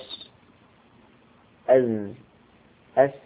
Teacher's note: صفيرها صاد وزاي سين، والصفير أثر في الصوت، أثر في الصوت، تقول أص، أز، أس.